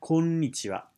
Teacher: in Japanese, the konnichiwa has an elongated n sound